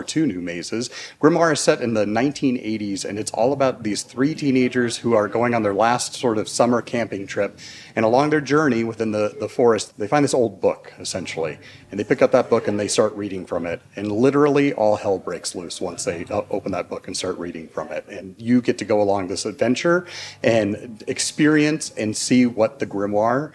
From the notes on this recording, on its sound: These interviews were conducted live at Knott’s